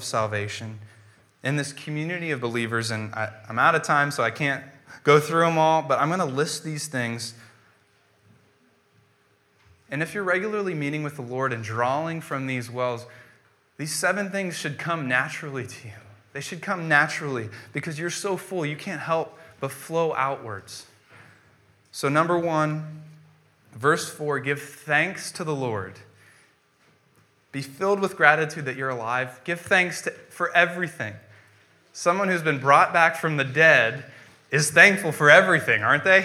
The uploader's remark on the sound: preached on January 10th, 2015 at Veritas East